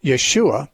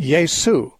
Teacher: You can't say Yeshua. They substitute the SH sound with an S. · Shown in: second take · So it'd be Yesu or Jesus.